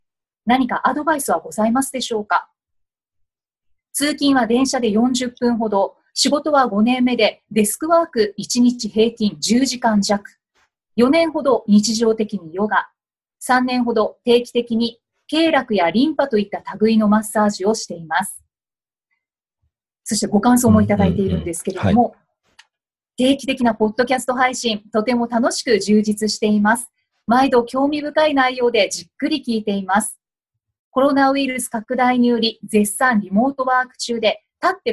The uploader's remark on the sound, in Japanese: オンライン収録のため、通常より音声が劣りますがご了承ください